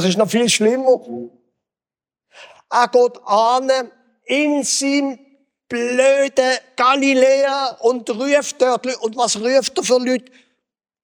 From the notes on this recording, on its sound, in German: Gottesdienst am Generationen-Wochenende im Begegnungszentrum Rüdlingen